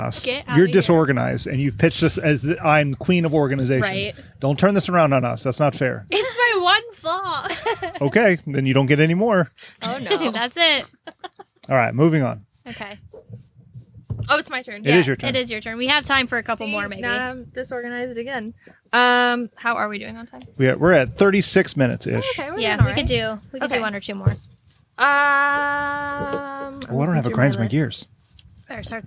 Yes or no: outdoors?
yes